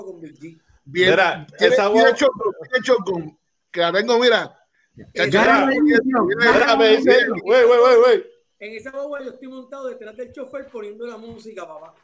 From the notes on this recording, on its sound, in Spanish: Ahora con todo el panel en cuarentena por el COVID19, pudimos usar la tecnología de Work From Home para traer este Mega Podcast.